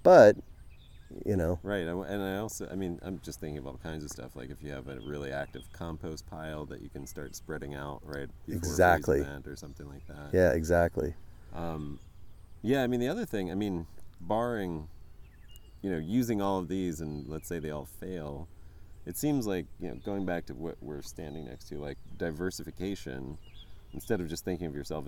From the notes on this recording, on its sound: His own biodynamically enlivened orchard and mushroom operation in central New York. It was the first in-person interview I’ve done on location. As we walk through the trees and other plants. You’ll hear the sounds of birds and orchard life all around us in the background as we talk.